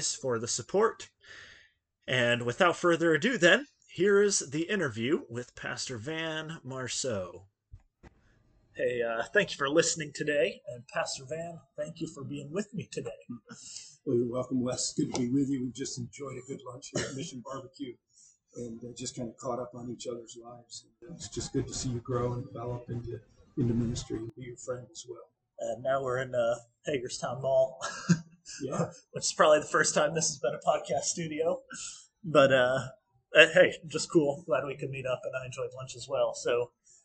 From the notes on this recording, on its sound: Due to some recording errors, the quality of the audio is below average; however, the vast majority of the conversation is comprehensible and beneficial.